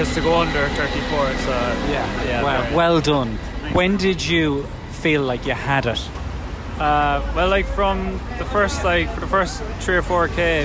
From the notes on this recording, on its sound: We also grabbed some sights and sounds from the Vitality event just hours before recording this chat.